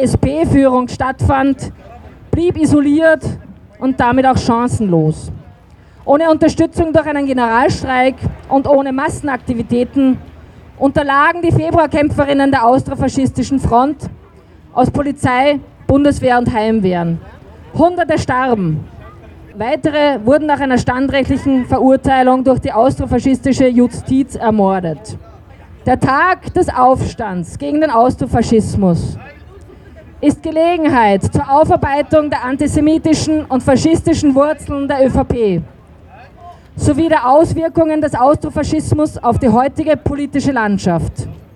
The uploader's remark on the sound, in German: Ausschnitte aus der Kundgebung (die meisten Reden – aus urheberrechtlichen Gründen ohne den Ton von zugespielten Videos und ohne Musik). Bei der ersten Zwischenkundgebung ist das Aufnahmegerät beim Einschalten vorübergehend eingefroren.